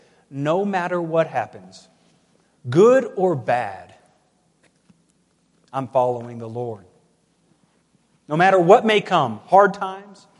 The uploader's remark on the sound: Woodland Life Church Live.